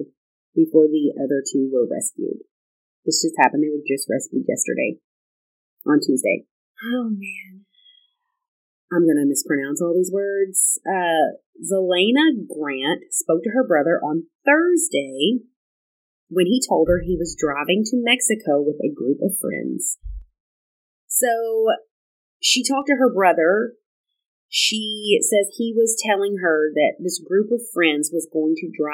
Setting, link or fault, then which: fault, poor sound quality